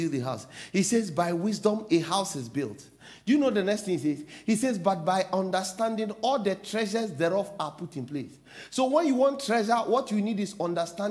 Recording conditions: large echoing room